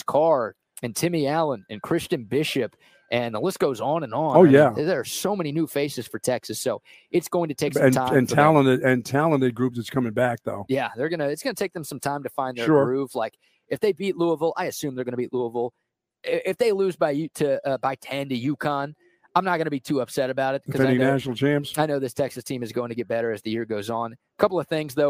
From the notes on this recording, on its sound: LIVE from the brand new Academy in Hutto!